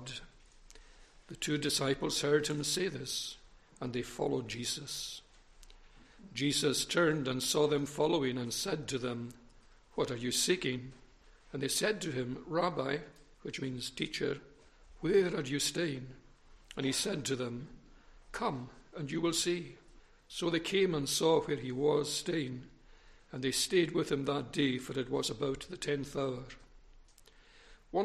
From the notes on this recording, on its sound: recorded at North Harris Free Church on Sunday Morning 5th September 2021